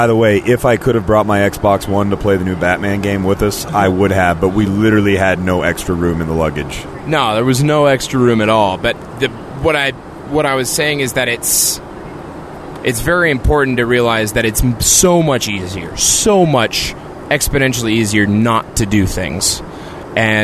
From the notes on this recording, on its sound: Recorded at 30,000 ft